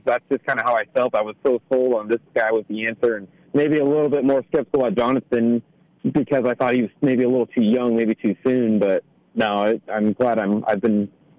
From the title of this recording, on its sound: Florida Postgame Call-In Show